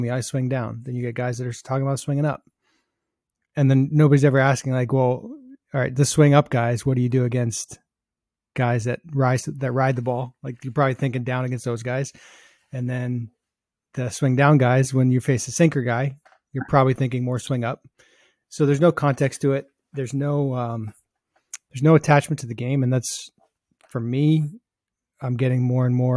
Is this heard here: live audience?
no